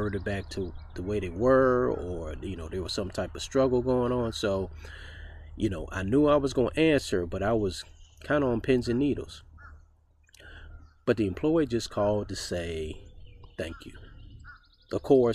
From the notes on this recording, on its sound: With the sounds of spring in the background.